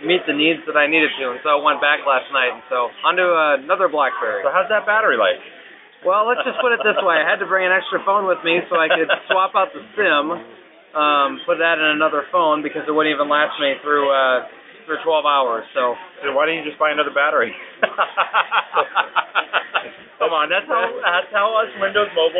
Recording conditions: poor sound quality